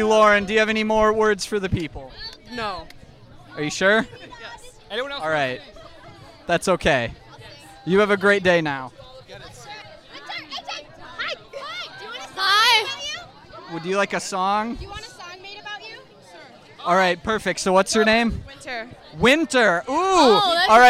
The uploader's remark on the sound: Club Fair Special. What else do you do at a club fair besides record a podcast?